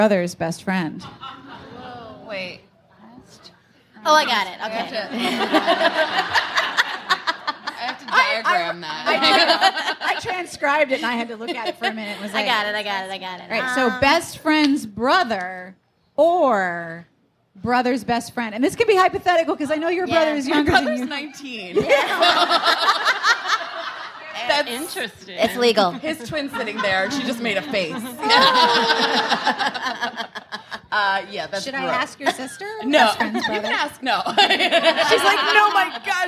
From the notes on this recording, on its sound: Live from The Strand: Romance Game Night! We have audio, courtesy of the fine folks at The Strand!